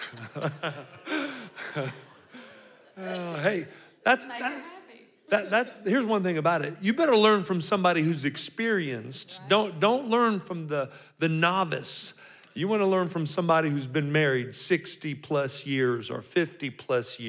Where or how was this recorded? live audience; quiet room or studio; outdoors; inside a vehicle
live audience